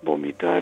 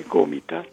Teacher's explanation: confusiones entre la consonante B o V en este caso y la consonante velar G